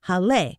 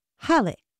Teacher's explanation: But the accent is only there to let English speakers know that this was a German person's last name and that it was to be broken into two syllables and not pronounced Hall or something. But it is pronounced with the stress on the first syllable · Shown in: second take